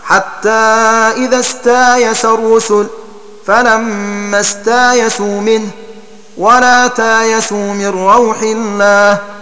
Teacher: فيصير النطق في استيأس مثلا بسين ساكنة فتاء مفتوحة فألف بعدها التي هي الهمزة المبدلة فياء فسين مفتوحتين · Term: بالقلب المكاني